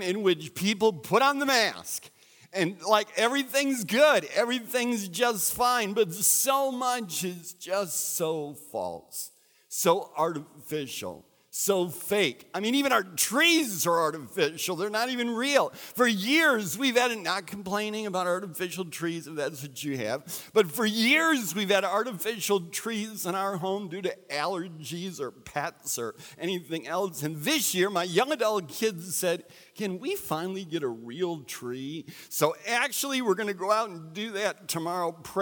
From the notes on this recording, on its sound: recorded at Central: A Christ-Centered Church